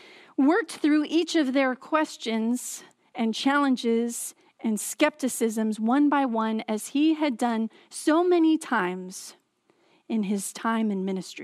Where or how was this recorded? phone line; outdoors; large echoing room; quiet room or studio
large echoing room